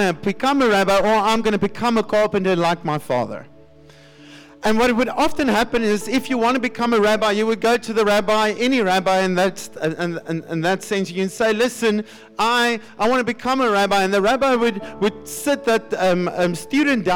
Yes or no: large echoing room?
yes